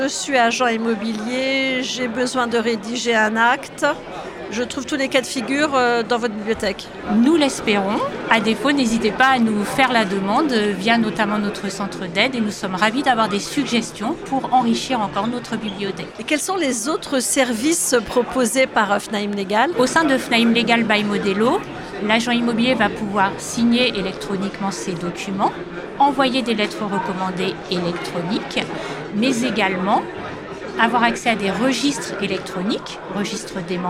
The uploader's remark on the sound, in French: Ce podcast a été enregistré lors d'Immo, le congrès de la FNAIM à Paris les 4 et 5 décembre 2023.